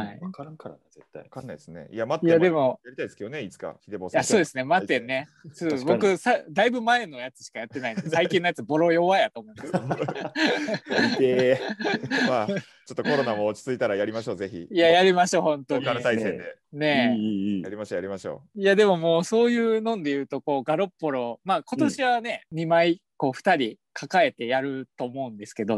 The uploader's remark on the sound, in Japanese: 今回は感染症対策でzoomにて実施しました